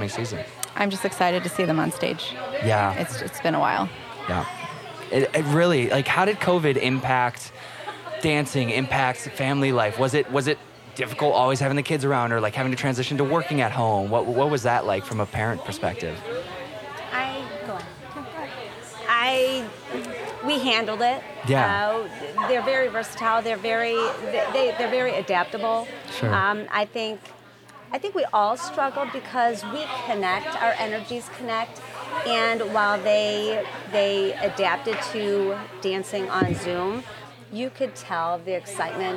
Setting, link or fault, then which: fault, background noise